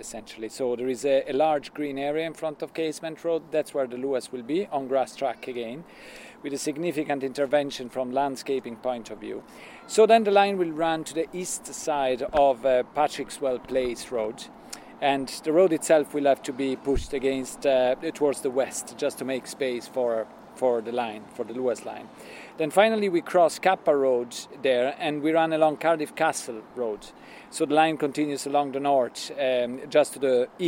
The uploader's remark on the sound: An audio journey of Luas Finglas - the proposed extension of the Luas Green Line from Broombridge to Charlestown in north Dublin - on site with members of the design team.